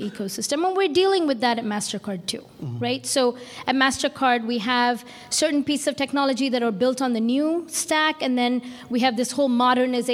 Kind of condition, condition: setting, busy venue